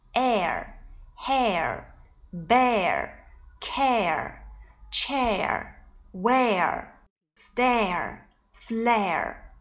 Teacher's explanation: 从 a 音滑向了 e 音，舌端底下齿前舌略抬起 · Term: 双元音 air